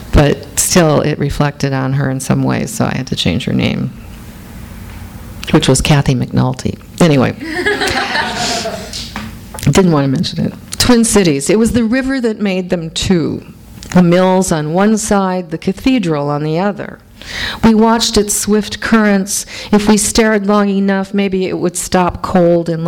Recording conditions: live audience